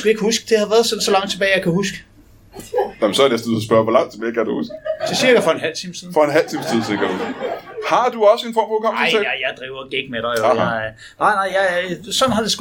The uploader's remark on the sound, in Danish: LIVE fra Roskilde